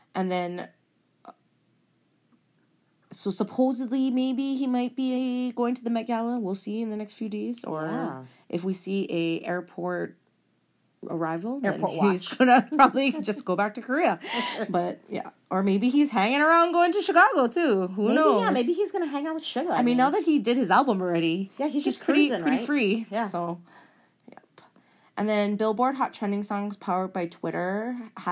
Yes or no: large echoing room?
no